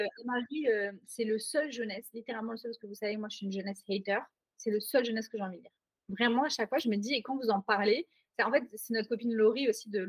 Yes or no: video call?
yes